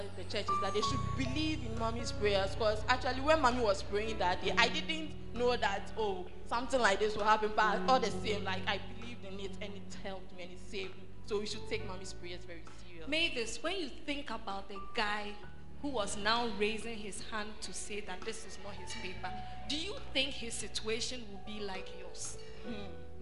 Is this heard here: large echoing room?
yes